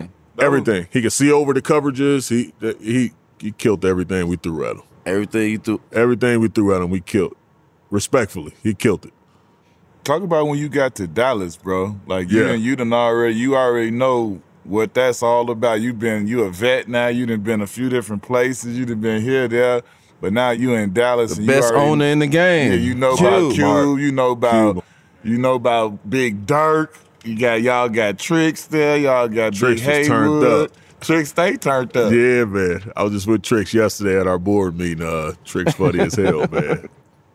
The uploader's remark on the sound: We live on location from XS Nightclub at Wynn Las Vegas.